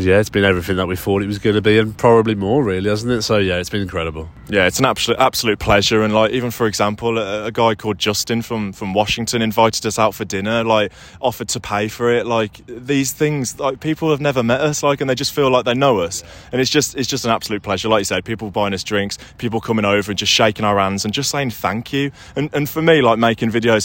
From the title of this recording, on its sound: Live from Central Park, New York